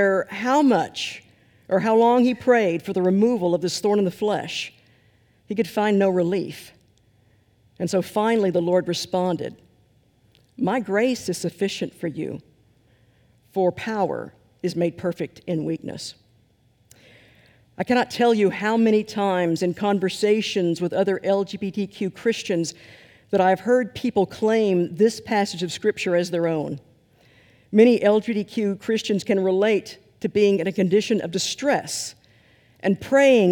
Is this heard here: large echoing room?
yes